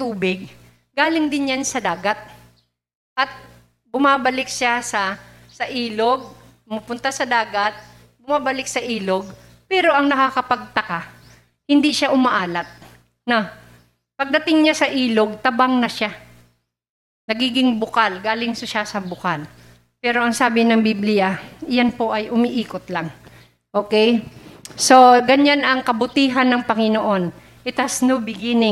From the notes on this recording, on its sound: Recorded live at The Shepherd Of Faith Family Church on January 2, 2022.